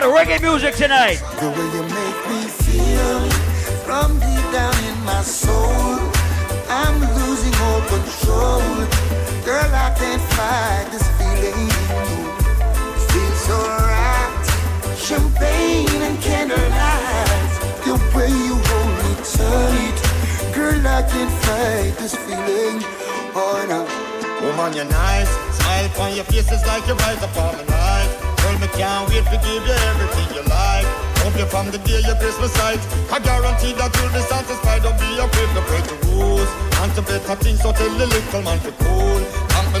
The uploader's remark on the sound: LIVE AUDIO from Island Saturdays.